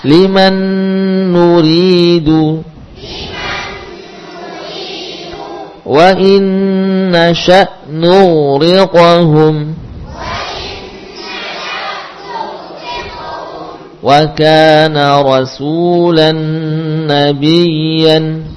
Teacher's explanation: nun tasydid jelas gunnahnya, ya, dibaca dengan paling sempurna · Term: gunnah sempurna